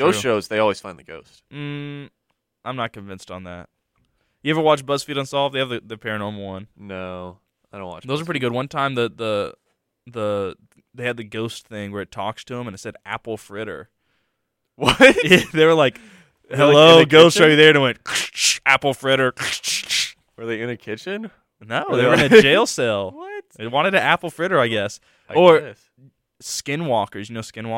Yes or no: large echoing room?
no